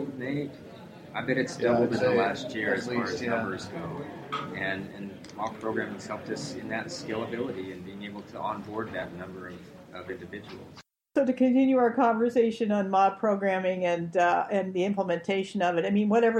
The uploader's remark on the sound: This episode was recorded live on site at the Mob Programming conference 2018 in Boston, MA